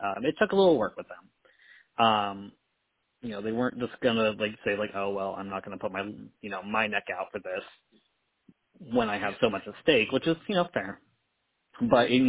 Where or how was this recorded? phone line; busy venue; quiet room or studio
phone line